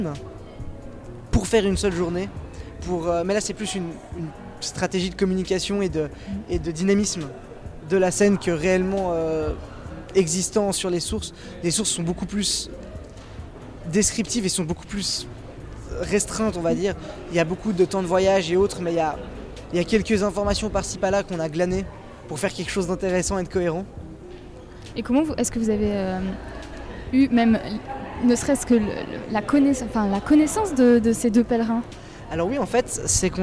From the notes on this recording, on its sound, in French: Fréquence Banane était dans le hall de l’université Dufour à Genève pour couvrir la première journée du Festival Histoire et Cité. Un live de six heures.